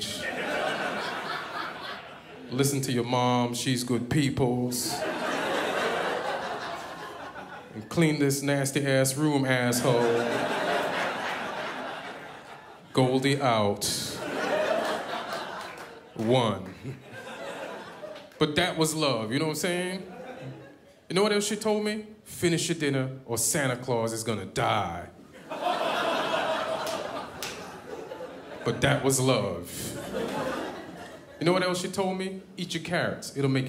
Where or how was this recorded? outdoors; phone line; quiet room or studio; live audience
live audience